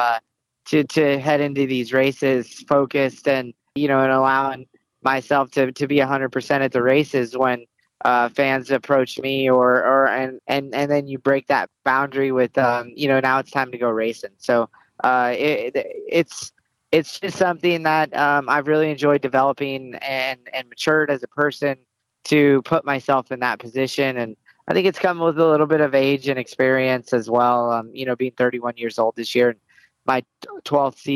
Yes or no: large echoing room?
no